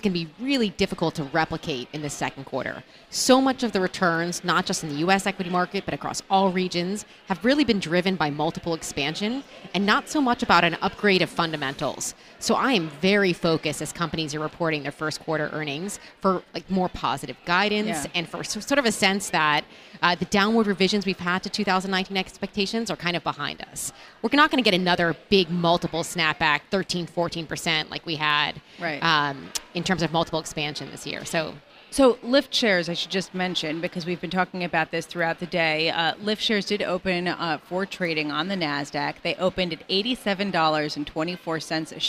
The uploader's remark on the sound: Broadcasting live from the 9th annual Quinnipiac G.A.M.E. Forum in NYC.